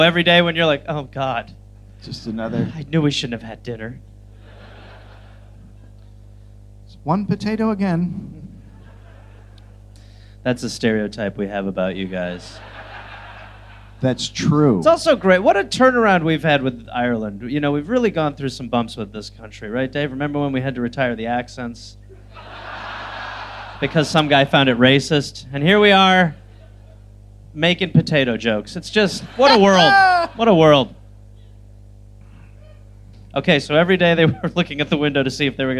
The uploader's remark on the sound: Live in Dublin.